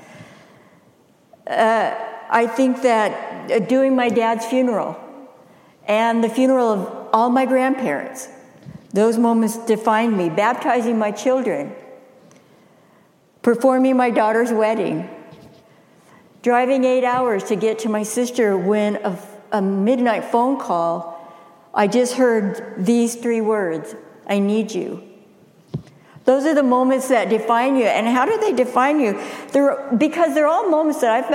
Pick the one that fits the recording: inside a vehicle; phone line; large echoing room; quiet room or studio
large echoing room